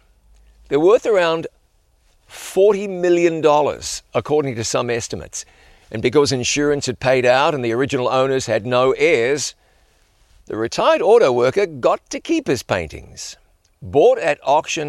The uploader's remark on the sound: On location at the site of the world’s largest Ten Commandments.